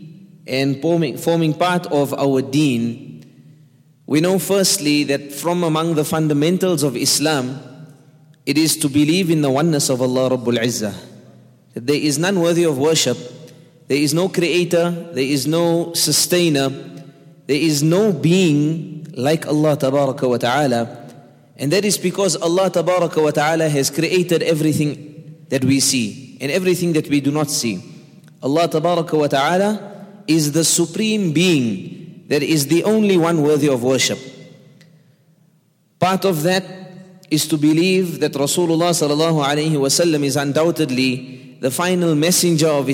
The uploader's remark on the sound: at the Houghton Masjid (West Street)